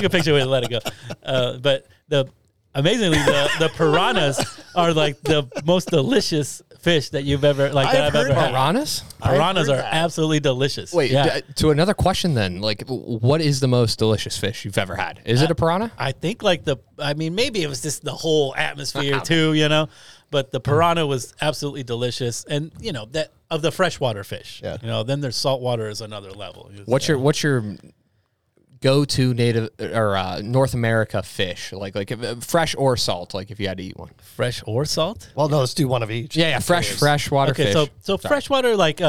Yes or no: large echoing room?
no